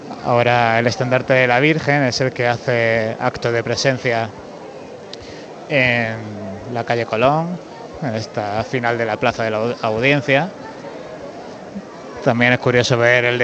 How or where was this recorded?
outdoors